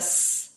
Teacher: The tongue is not touching anything on your palate. It's just raised to a certain height. There's a small narrow channel you're making and blowing through it.